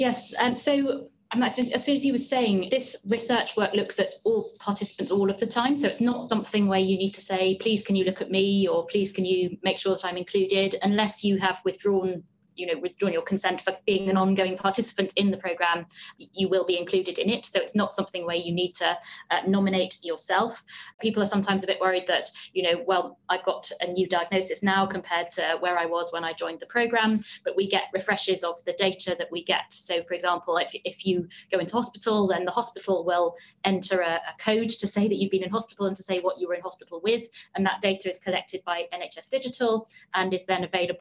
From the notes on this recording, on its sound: We are taking you back to the Reanalysis Webinar for Participants.